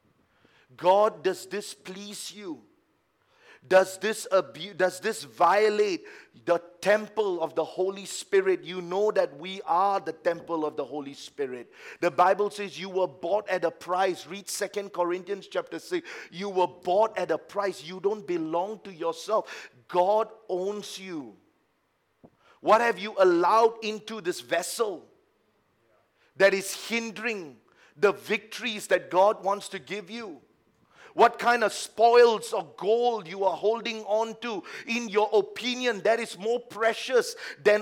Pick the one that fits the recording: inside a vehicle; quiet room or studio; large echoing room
large echoing room